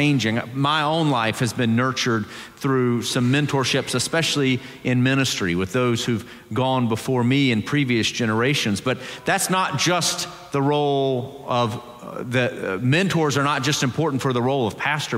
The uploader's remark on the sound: Presbyterian College Sunday Worship Service.